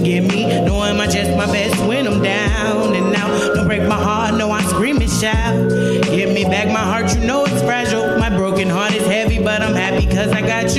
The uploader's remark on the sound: This episode was recorded on 2/1/2019 at Java Joe's in Des Moines, Iowa!